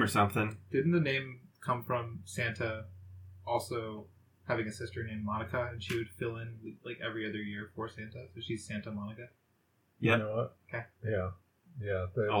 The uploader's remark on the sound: Warning: I busted up the audio.